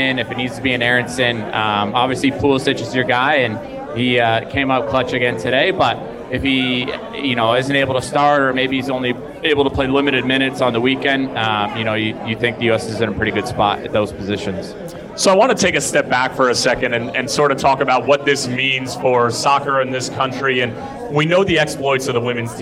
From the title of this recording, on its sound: LIVE at the Fire Pitch